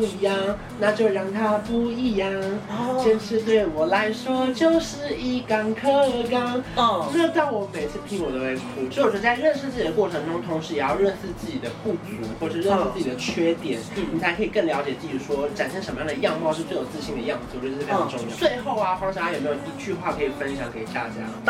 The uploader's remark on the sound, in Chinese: 拍攝當天工作室外大雷雨，偏偏收音器材又沒處理好。